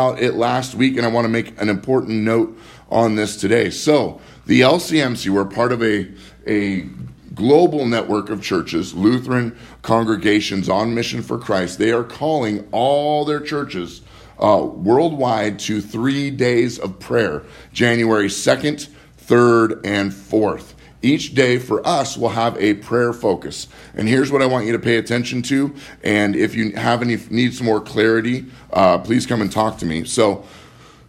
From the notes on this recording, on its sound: Live from Living Word Lutheran in Graham, Wa